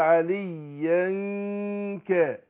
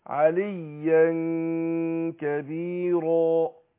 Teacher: هخفي نون التنوين دي في نفسها مع كون الغنة حركتين، يعني اللي بيظهر من نون المخفاة الغنة بتاعتها. · Term: الاخفاء